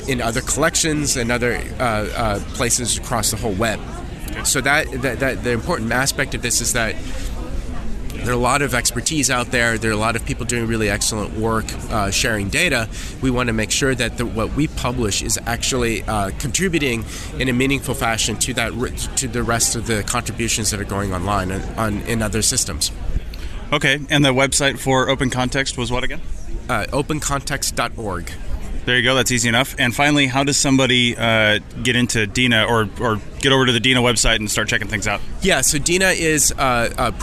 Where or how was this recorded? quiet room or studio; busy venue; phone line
busy venue